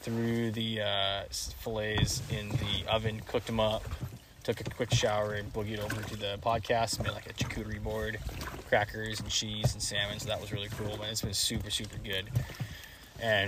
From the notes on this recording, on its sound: This is LIVE from the raft chasing pike on the lake!